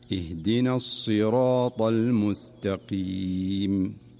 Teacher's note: والمقصود هنا تفخيم حرف الصاد، فالصاد في الصراط حرف مستعل مفخم، فلا ينبغي أن تضعف صفته حتى تميل إلى السين